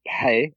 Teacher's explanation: It's basically a voiceless R.